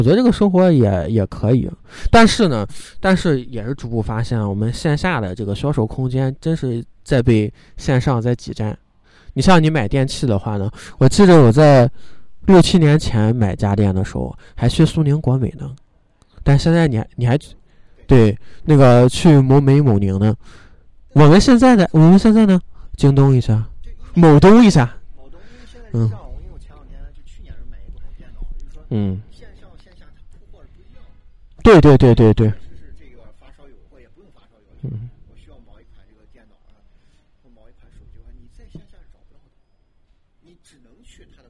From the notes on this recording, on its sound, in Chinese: 在北方初冬的晚上，被迫吹着冷风在一个天台录音。录音地点：红尚坊二楼天台。